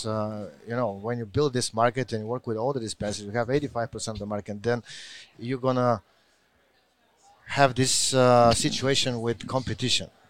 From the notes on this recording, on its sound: Recorded at MJUnpacked NYC